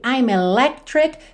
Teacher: Percebe que esse C do meio a gente não escuta